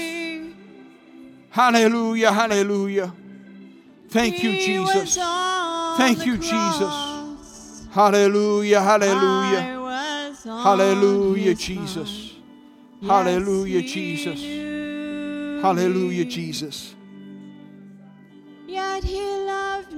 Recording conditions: large echoing room